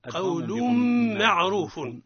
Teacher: قول معروف حكمه الإدغام بغنة